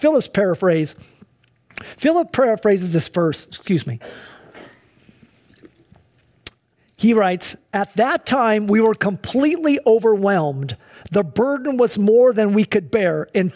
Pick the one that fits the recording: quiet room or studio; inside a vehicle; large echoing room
large echoing room